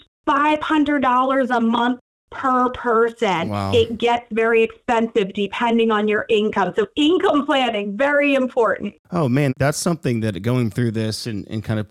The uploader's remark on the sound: was kind enough to jump on the phone to visit with us